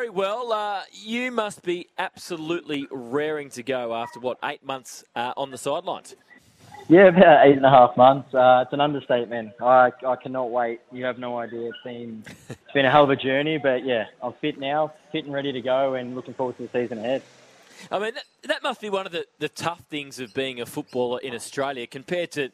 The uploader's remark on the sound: live from Sheen Panel Service Lilydale